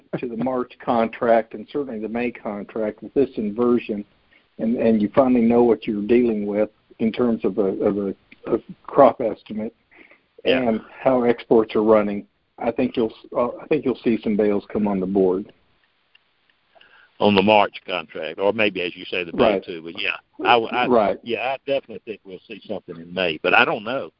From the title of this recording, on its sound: Monthly Conference Call